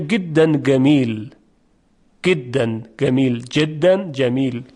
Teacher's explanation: در لهجه مصری جیم اصلا گاف تلفظ میشه